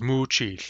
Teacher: In both cases, the vowel of the ending is long because the stem has only one syllable. It doesn't matter at all what the length of the vowel in the stem is. · Term: weak long vowels